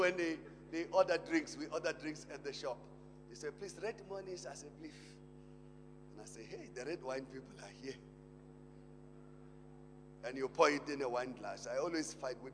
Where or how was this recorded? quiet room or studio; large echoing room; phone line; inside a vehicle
large echoing room